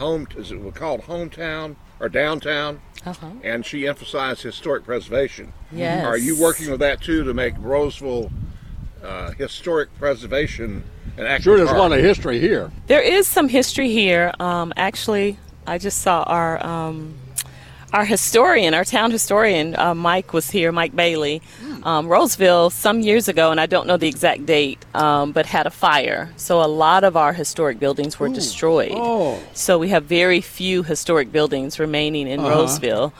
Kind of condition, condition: setting, busy venue